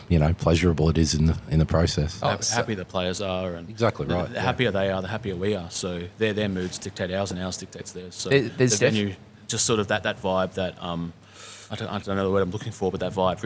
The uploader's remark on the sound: Live at the APLPT Melbourne at Club Italia.